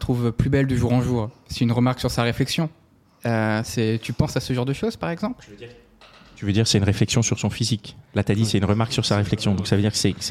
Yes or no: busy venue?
yes